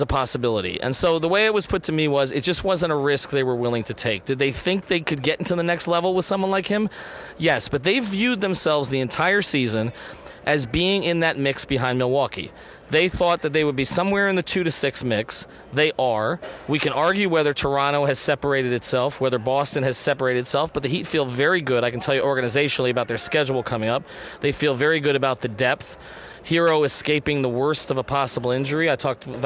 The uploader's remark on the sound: Hop on the mic live from NBA All-Star Weekend in Chicago.